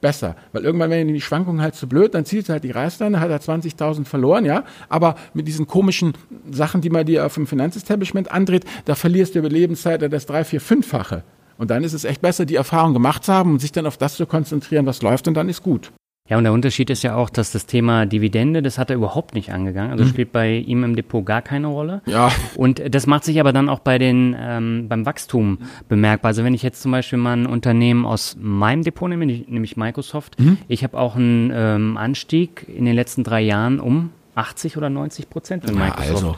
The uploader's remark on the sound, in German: 3 Hörerdepots live analysiert auf der Invest 2018 Premiere: Unser erster Live-Podcast direkt von der Invest 2018.